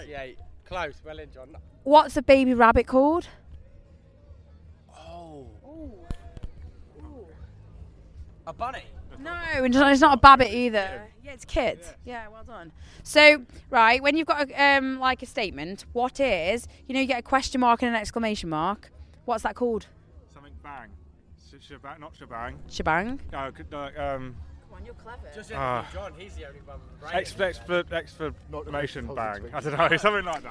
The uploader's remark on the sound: after their set at RockWich Festival 2022